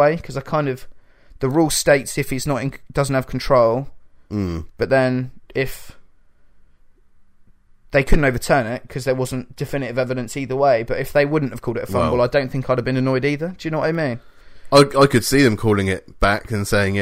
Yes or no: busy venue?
no